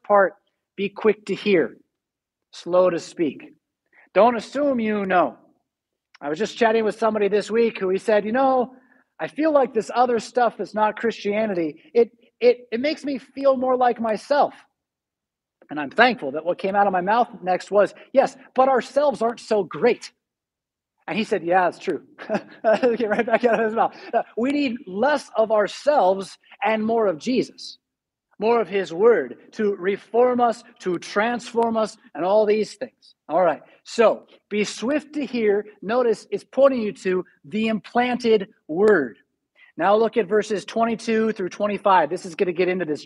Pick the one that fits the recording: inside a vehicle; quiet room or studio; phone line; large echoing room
large echoing room